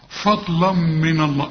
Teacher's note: هنا بقى عاوزة تاخد بالك من النطق بتاع كلمة فضلا، لأن ممكن تقول فضلا فضلا من الله، كلها خطأ، فضلا من الله، شوف الف فاء، إنما الضاد هي المفخمة، اللام هنا مرققة والميم مرققة والنون مرققة